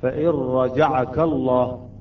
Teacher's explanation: الكاف عليها فتحة قبل اللام، إذن اللام تفخم